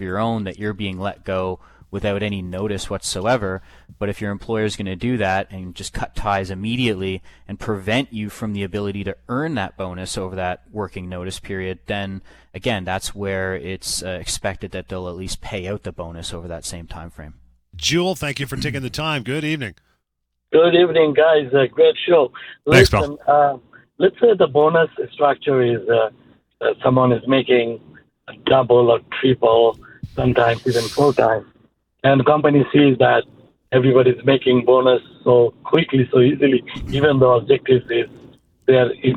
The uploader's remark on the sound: your phone calls